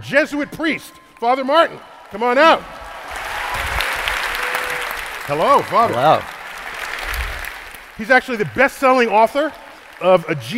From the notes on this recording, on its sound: Recorded live at Kings Theatre in Brooklyn, NY.